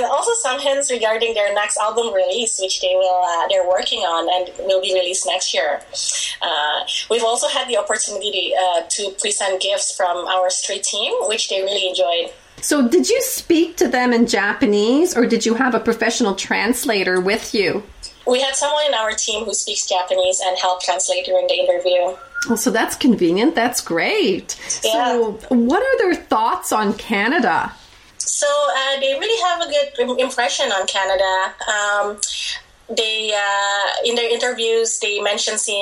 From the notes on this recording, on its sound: via Skype from Vancouver